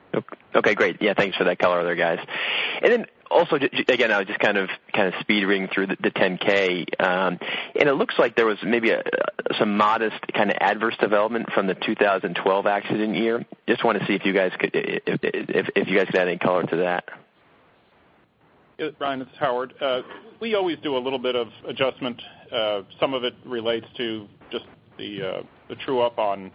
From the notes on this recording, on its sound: ProAssurance Earnings Conference Call